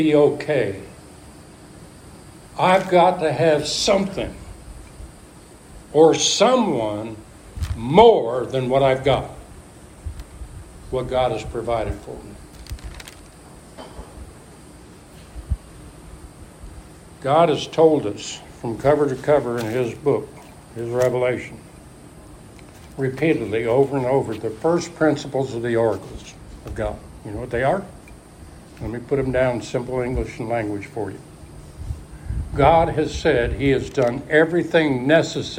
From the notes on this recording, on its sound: Alpha Ministries is a Recovery church. Preached at Church in the Woods.